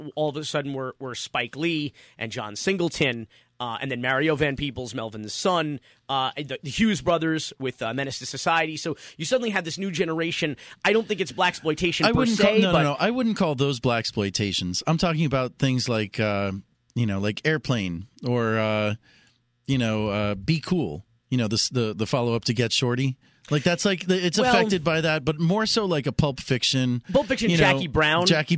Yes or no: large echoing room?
no